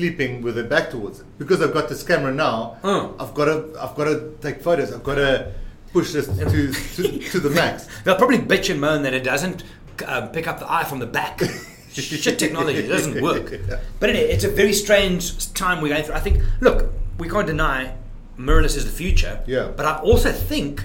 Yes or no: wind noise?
no